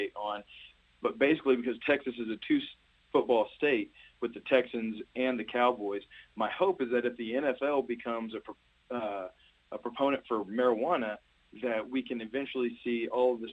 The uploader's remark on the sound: are joined by call in guest